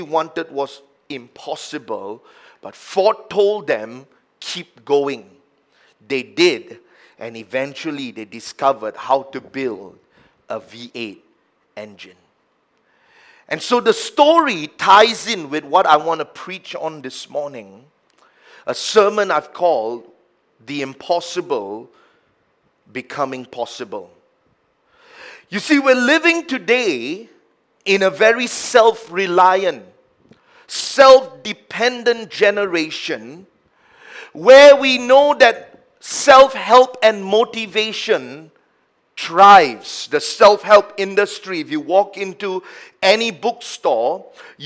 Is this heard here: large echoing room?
yes